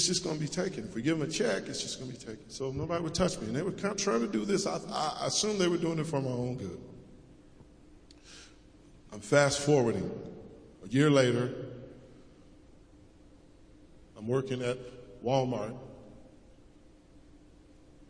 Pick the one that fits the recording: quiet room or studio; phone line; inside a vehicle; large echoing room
large echoing room